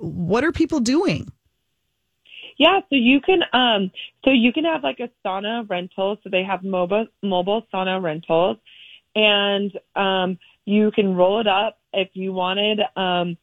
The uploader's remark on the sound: MyTalkers call